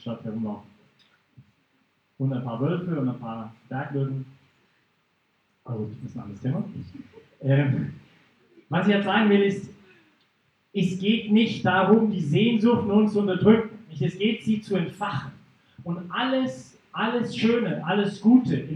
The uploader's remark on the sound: Teil des Vortrags in Brig-Glis (CH)